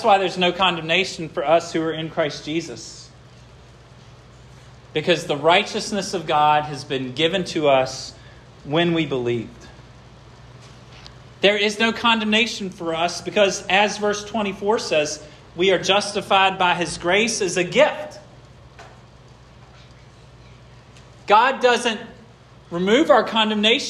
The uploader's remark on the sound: This sermon was preached at Hope Fellowship on March 19, 2023